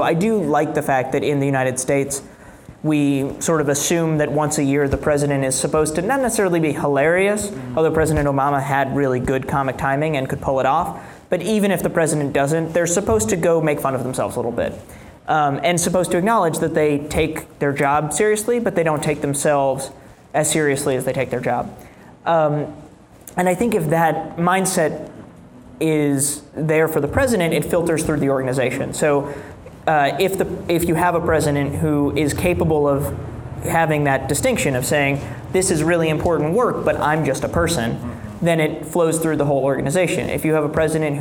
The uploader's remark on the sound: In a live discussion in Chicago.